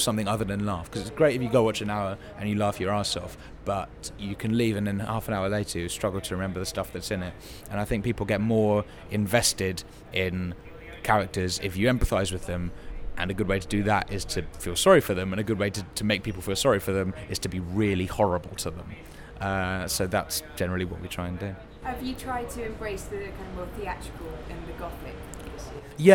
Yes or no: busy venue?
yes